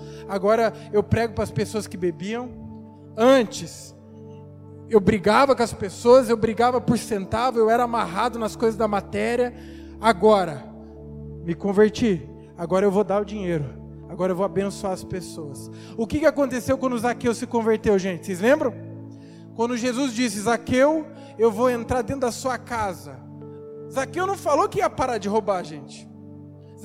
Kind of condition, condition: setting, large echoing room